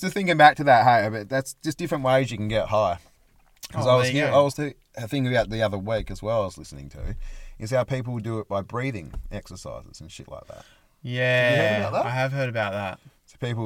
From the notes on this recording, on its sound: we recorded this episode in the car studio